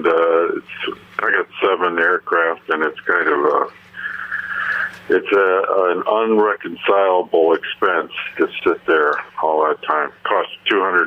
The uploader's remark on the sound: at the end of the episode we debut a hilarious phone recording